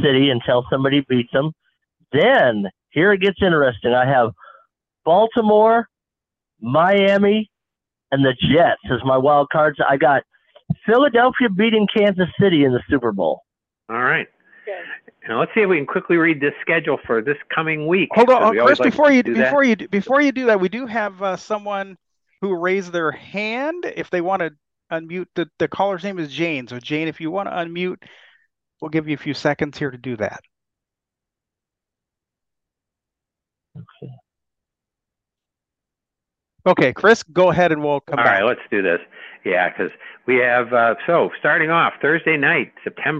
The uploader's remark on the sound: take your live calls